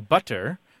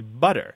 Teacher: The word B-U-T-T-E-R... it's written with T's, but most Americans say butter as if it was written with D's · Shown in: second take · That is flapping, where instead of saying butter, which sounds fake to almost every American, mm-hmm.